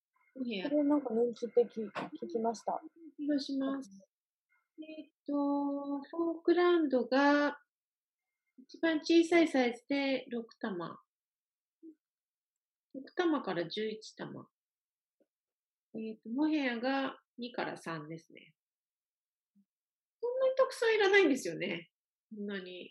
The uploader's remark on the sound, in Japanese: 初のリモート録音でお聞き苦しいところもあるかと思いますが。